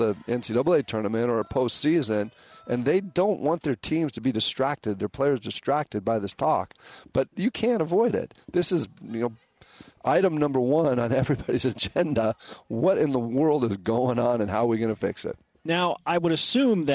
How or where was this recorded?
busy venue